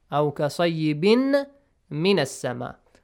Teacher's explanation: So تنوين plus ميم. إدغام. إدغام. Surely إدغام. You merge them. أو كصيبين. Not بنمي.